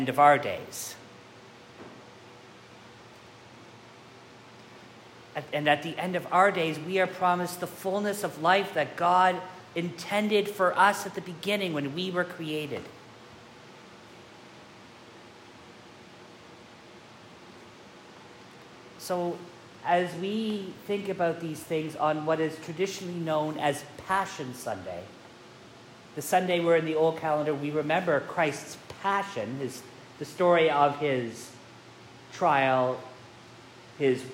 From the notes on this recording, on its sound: This sermon was preached live at St. John's, Reston.